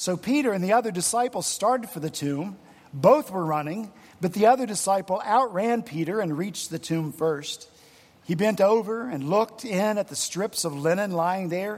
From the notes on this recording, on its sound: at Redeemer Presbyterian Church in Charleston, SC